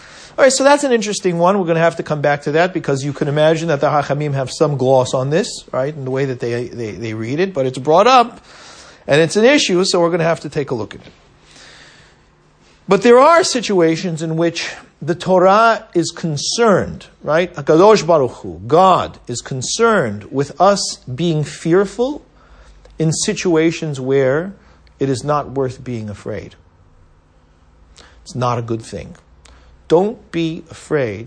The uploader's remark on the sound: at Stanmore and Canons Park United Synagogue